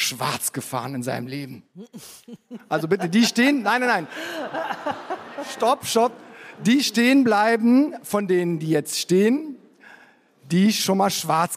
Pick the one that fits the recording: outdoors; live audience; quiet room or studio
live audience